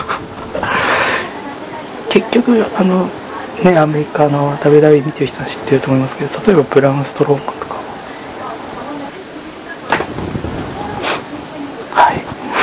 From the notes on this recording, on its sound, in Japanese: 初めてのボイスメモを録音してみた。一人喋りは難しすぎる！